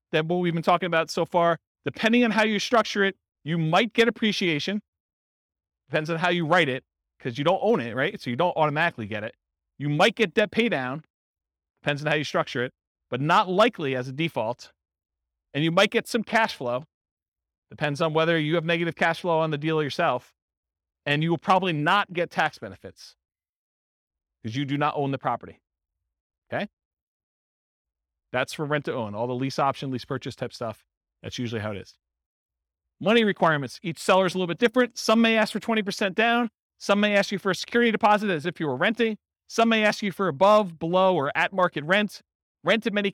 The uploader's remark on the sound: Real estate investors and real estate entrepreneurs in Lowell, Massachusetts. This was a live class recorded. Live in-person version.